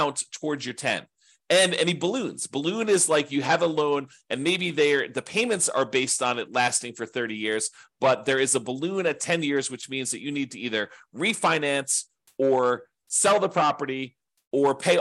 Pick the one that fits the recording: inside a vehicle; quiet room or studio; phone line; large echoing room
quiet room or studio